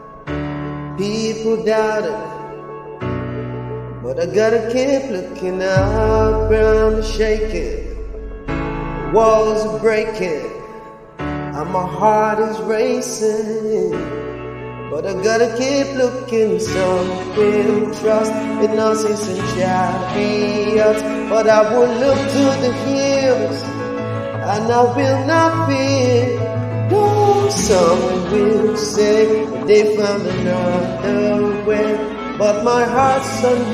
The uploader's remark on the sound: I recorded the cover with backing track with the Starmaker app and edited using Inshot all on my Samsung galaxy A50 phone.